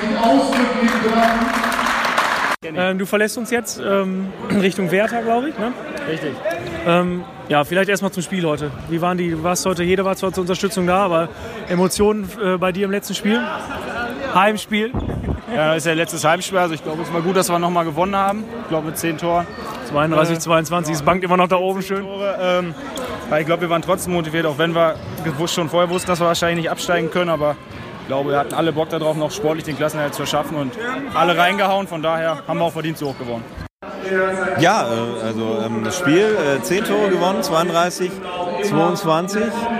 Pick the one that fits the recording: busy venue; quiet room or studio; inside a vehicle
busy venue